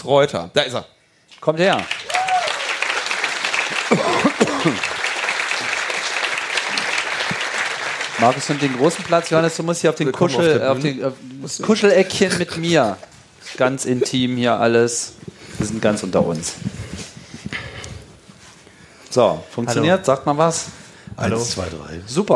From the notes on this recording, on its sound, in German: Die Live-on-Stage-Sendung von der Bühne des Three Headed Monkeys Village auf dem Chaos Communication Camp 2019. Und Logbuch:Netzpolitik war mit dabei auf der Bühne des wundervollen Three Headed Monkeys Village.